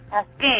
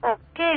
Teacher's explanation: Y la tilde nasal cambia el significado de las palabras, como por ejemplo si yo digo okay, estoy nasalizando la E · Shown in: first take